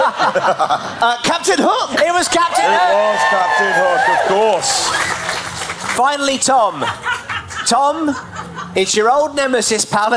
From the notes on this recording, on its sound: Recorded live at the Latitude Festival.